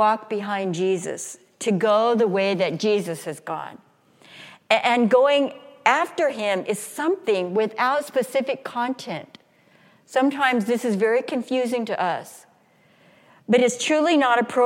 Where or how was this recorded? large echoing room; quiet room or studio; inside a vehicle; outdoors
large echoing room